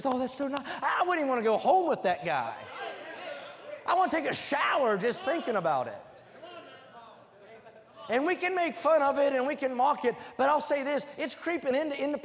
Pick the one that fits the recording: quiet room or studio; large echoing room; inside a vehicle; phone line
large echoing room